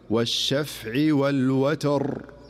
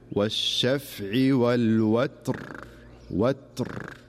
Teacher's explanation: فينتبه للسكون في حرف التاء التي قبل الراء · Shown in: second take · فيقرأها صحيحة بيقول: والشفع والوتر، وتر.